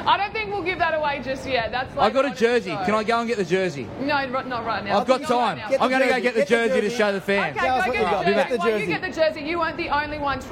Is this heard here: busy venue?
yes